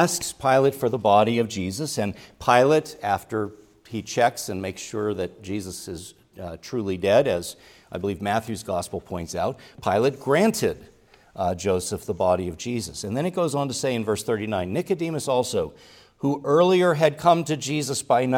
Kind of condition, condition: setting, large echoing room